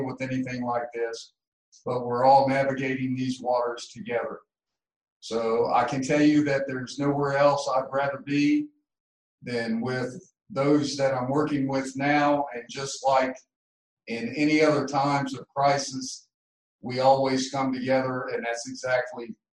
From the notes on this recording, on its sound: COVID-19 Virtual Town Hall meeting.